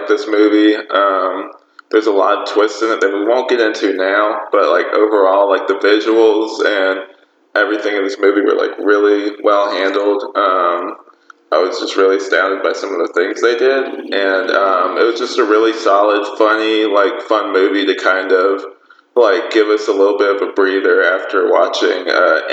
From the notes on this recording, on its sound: Sorry for any audio issues